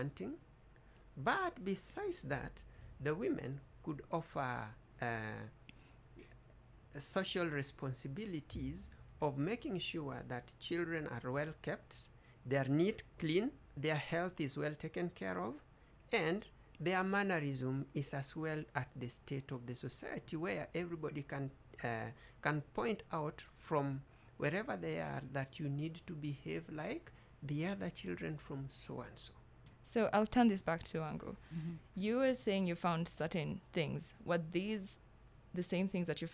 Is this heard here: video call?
no